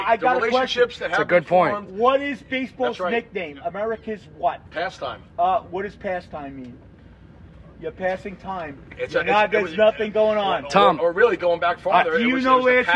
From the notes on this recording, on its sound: Was going bezerk on the pool so we moved back to the patio and ran mics.